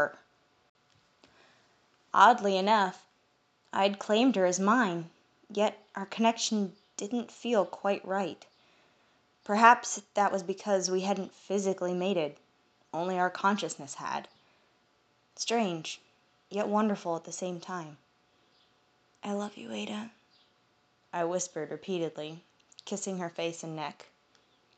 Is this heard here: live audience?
no